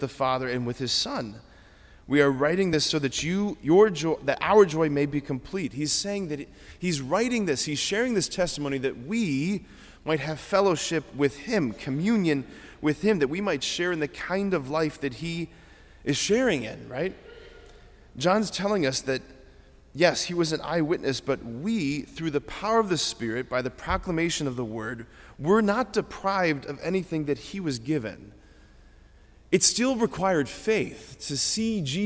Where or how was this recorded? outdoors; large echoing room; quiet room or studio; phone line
large echoing room